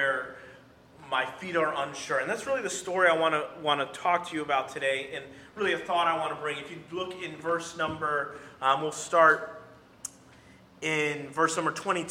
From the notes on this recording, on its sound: during the Sunday morning service